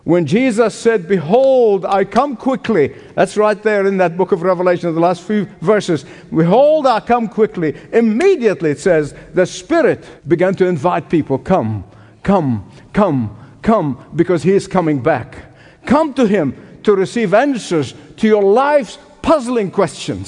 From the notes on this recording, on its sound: Hope Ireland, a Leading The Way Evangelistic Celebration, originally broadcast LIVE from Waterfront Hall in Belfast, Northern Ireland.